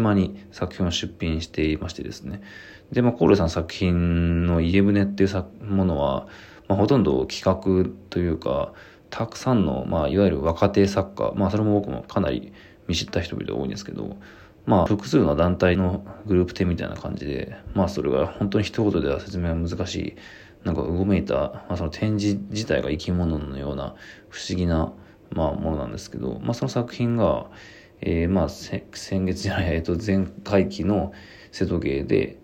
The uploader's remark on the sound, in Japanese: ボイスメモです。